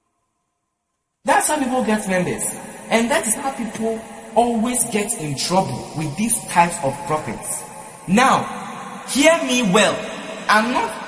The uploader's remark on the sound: Preached at The EFPAP & Midweek Service, LIVE at the Love Arena Church, Accra - Ghana.